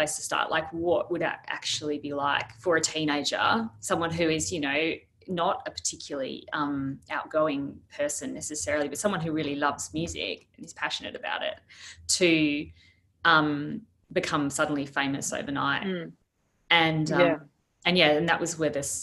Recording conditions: video call